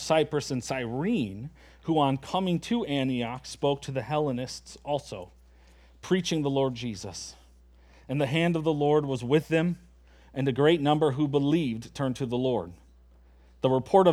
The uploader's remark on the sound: at Springbrook Church in Antigo, WI.